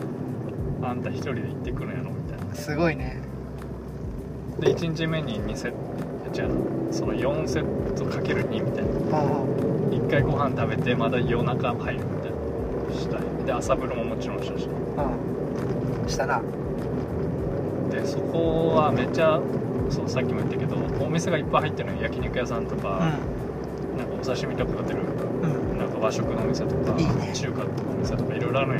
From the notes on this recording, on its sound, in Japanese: テントサウナの聖地「飛雪の滝キャンプ場」まで車で往復7時間。車中トークです。音質悪めですが。